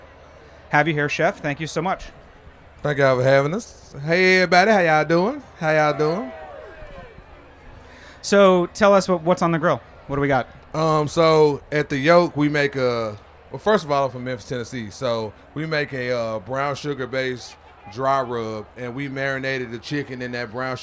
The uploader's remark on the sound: At Charleston Wine + Food. At the Springer Mountain Farm’s campfire.